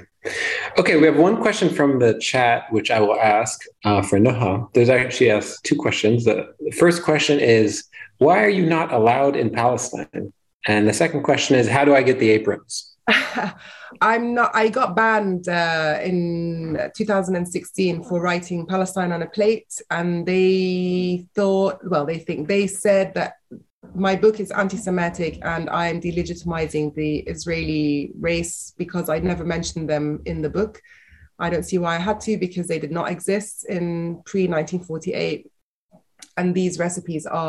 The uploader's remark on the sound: Following the interview, there is a moderated town-hall-style Q&A with questions coming from the live virtual audience on Zoom.